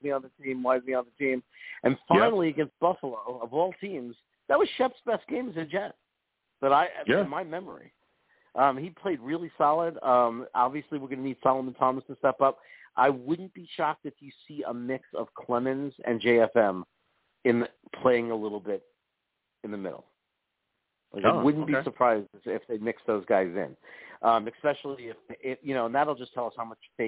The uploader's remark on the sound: I take live callers as well!